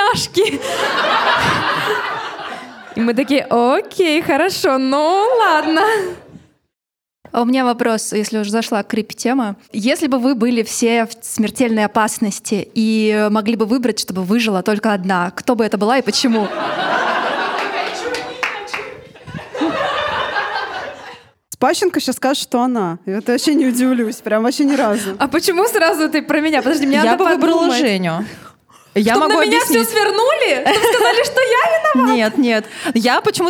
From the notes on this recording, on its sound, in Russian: У нас в ушах еще стоит шорох бумажных стаканчиков и ваш смех, как заготовка, звучащий именно там, где нужно, а сердце колотится от вида полного зала. Запись не способна передать всю любовь и тепло праздничного вечера, но часть их вы точно почувствуете.